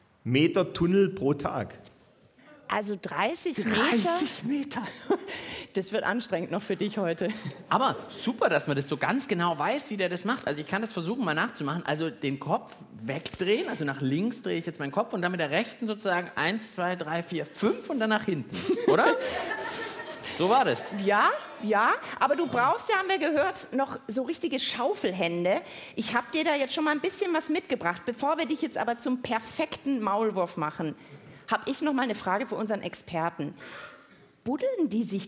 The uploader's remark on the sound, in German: Wird das Lachlabor-Team mit Unterstützung des Publikums vom BR Podcastfestival in Nürnberg die Antwort finden?